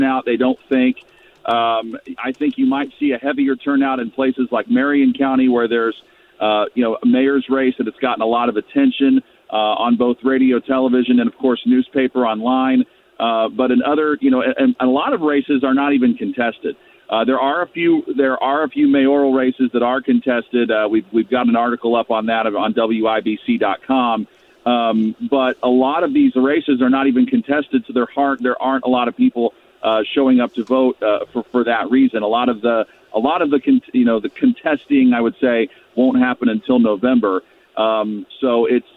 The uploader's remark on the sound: Live from Voting Sites